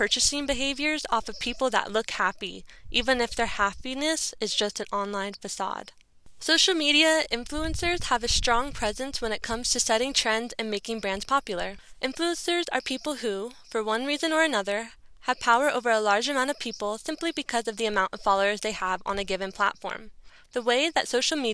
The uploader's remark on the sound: in the Olympic National Forest in Washington State to record this podcast